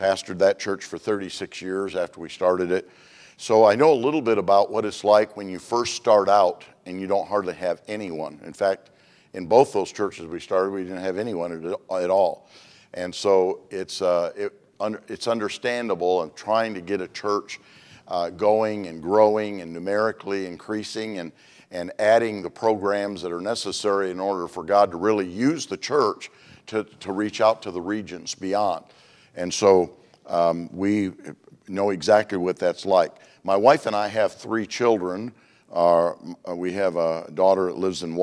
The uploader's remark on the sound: Monday evening service of 2023 Missions Conference. At Community Baptist Church in Riverhead, NY.